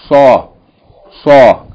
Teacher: From the same articulation point as the letter Seen, but this is a heavy letter